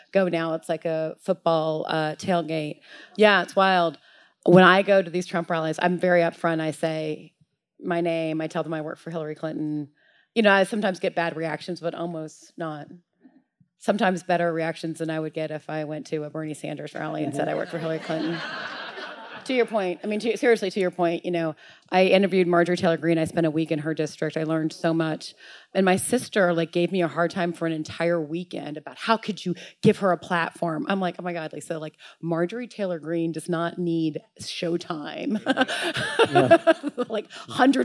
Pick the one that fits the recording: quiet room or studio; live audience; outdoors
live audience